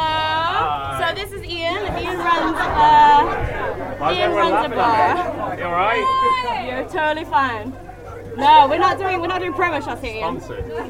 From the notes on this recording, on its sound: Taking live questions in an east London basement bar after a few festive beverages.